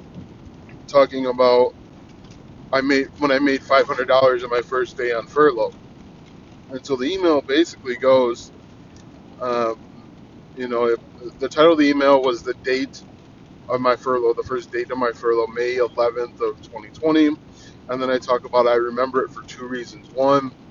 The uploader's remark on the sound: I try podcasting from my car.